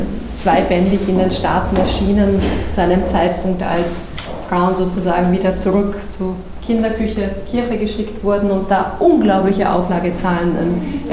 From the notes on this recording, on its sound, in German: Zu hören ist der Mitschnitt einer Führung